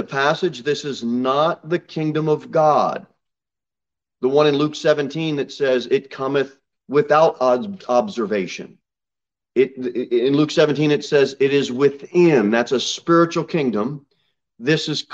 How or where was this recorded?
large echoing room